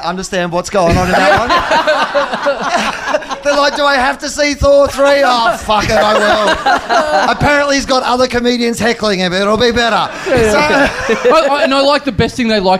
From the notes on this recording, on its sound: Recorded LIVE at The Joint on April 19, 2015.